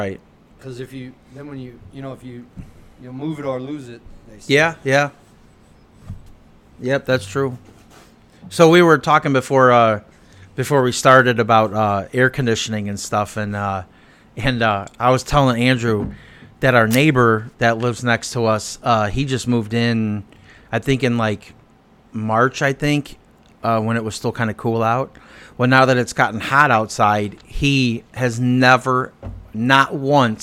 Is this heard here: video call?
no